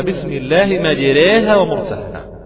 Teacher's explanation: ان تقرأ بإمالة ألف مجراها، إمالة كبرى